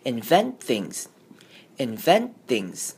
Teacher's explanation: 我们会在 invent 的 T 省略掉，只会非常轻声的停顿一下，然后就接 things